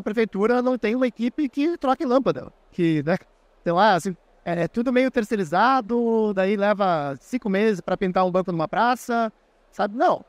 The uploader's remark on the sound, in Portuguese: No Fórum da Liberdade.